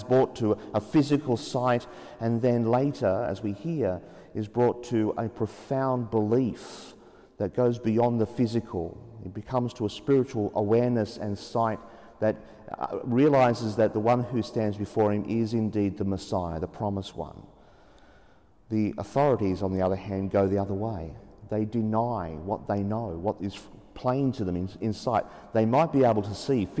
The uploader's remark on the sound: As preached in an empty Sacred Heart Cathedral, Hamilton as Mass was celebrated at 9.30 am in the absence of the assembly.